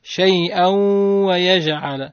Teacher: تنوين متتابع وبعد حرف الواو إدغام التنوين في الواو مع الغنة. حكمه الإدغام مع الغنة.